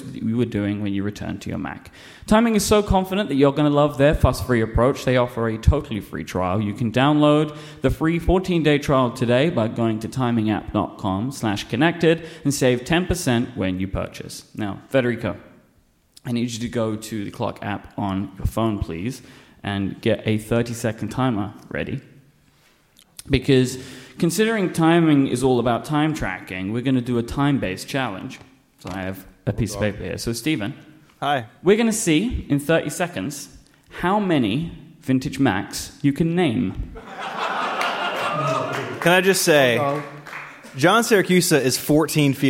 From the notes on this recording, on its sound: Live from WWDC 2018. In this very special live episode.